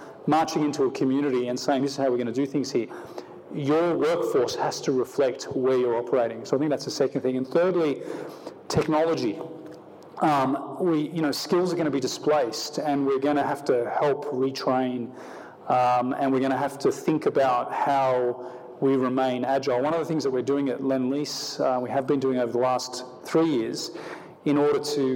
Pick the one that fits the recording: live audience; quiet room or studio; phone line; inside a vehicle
live audience